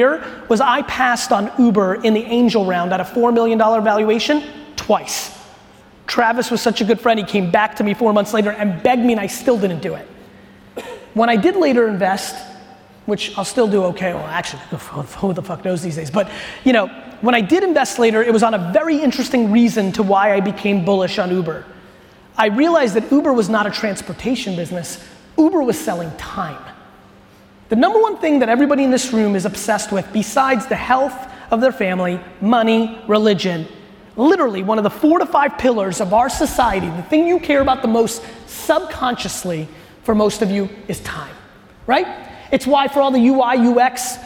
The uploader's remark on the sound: This was a fire keynote that I gave in Amsterdam a few weeks back to the Bookings.